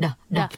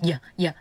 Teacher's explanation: this D with a dash is similar to the D in English. So this is pronounced da, da. But the D in Vietnamese is pronounced yeah, yeah. Like the sound the Y in English makes.